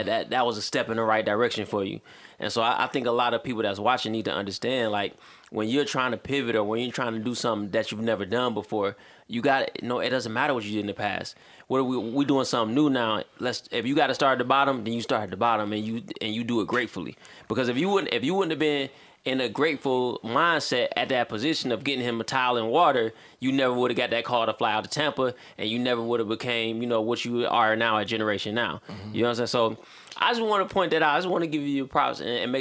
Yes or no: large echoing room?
no